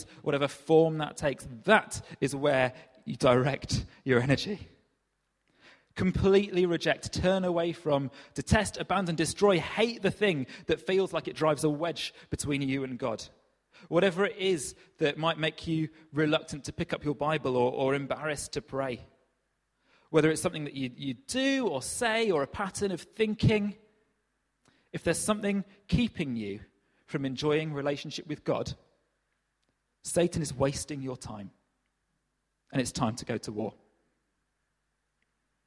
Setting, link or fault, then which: setting, large echoing room